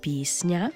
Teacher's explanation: «С» та «Н» стоять разом і пом'якшуються одночасно